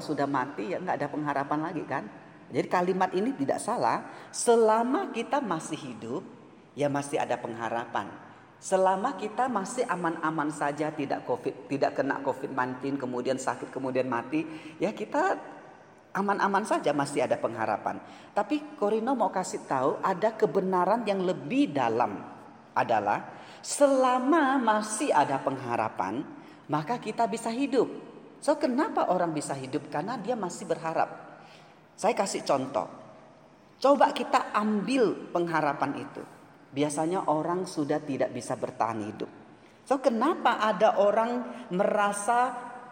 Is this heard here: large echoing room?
yes